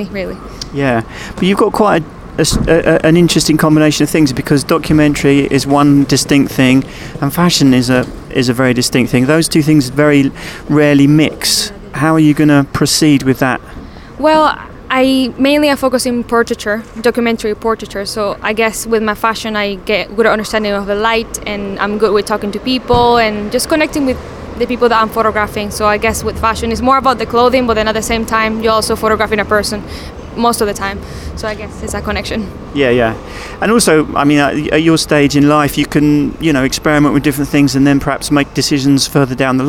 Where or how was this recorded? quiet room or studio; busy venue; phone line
busy venue